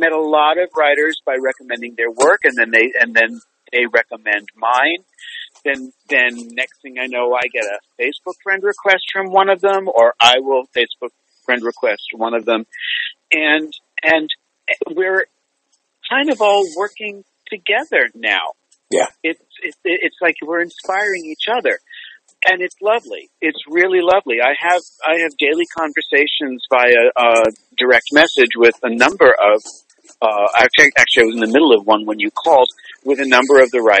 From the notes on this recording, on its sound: spent some time with me on the phone